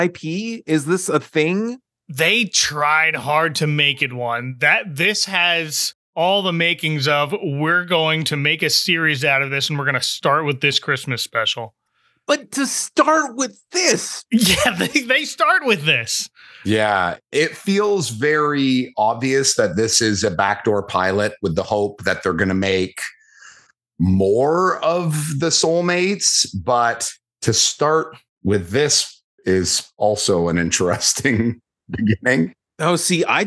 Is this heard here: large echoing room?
no